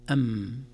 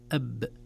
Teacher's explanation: الميم بانطباق الشفتين مع رخاوة أو عدم شدة وعدم حبس الصوت، أما الباء أب بحبس الصوت